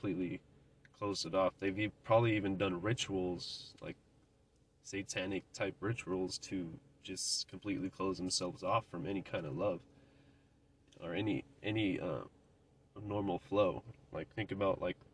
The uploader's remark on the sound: The Carcast. Giving a quick update while driving to work.